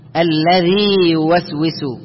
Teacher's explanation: إذا كان الحرف الأول واوا أو ياء وبعدهما مثلهما متحركان فهنا لا إدغام